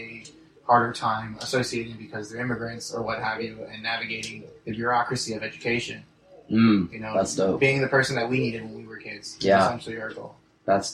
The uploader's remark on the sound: That crispy clean sound you were used to, is not a go for this pod ep.